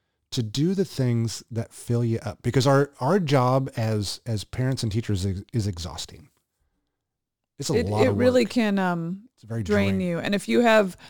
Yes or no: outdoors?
no